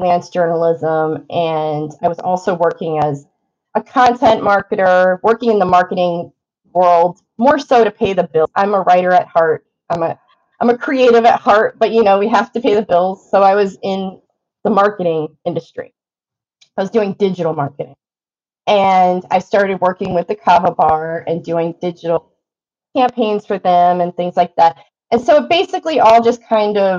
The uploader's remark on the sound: Recorded on Squadcast